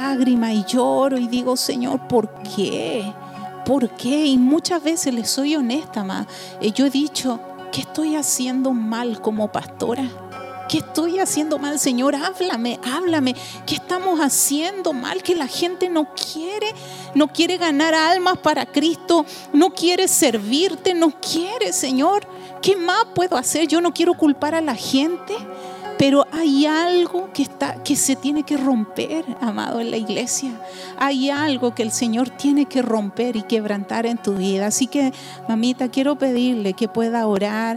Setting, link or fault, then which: setting, large echoing room